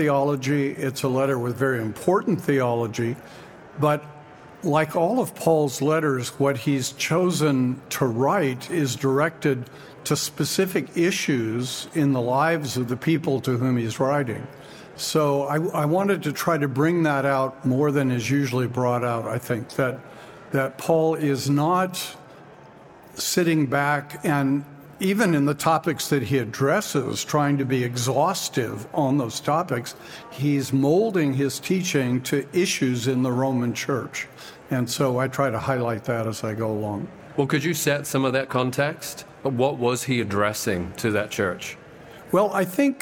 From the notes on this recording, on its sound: Recorded at our 2023 Ontario Conference